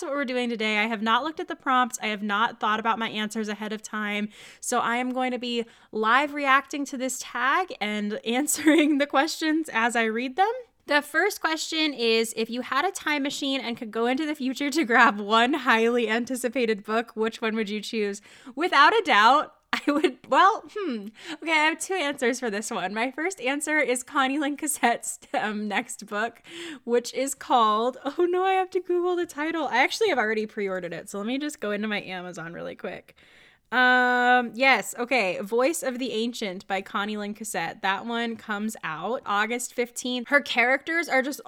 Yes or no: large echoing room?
no